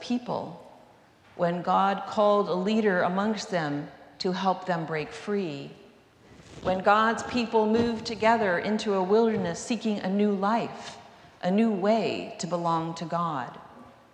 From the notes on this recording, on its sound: recorded live at the 10:00am service on Sunday, April 9, 2023.